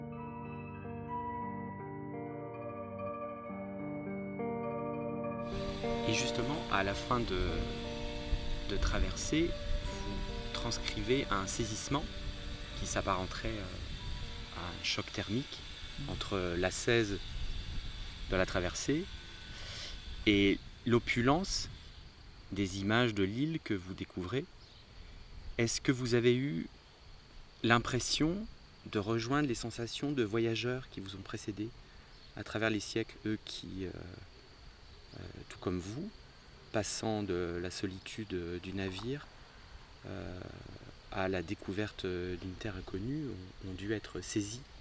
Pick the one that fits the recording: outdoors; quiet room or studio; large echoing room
outdoors